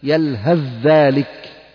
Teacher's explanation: إدغام الثاء في الذال يعني تصير ذالا، تبدل الثاء إلى ذال ثم تدغم الذال الأولى في الذال الثانية فتصير ذالا واحدة مشددة